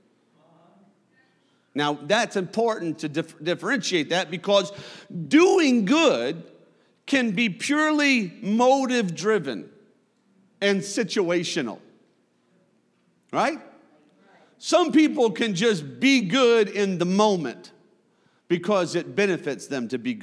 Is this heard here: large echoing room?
yes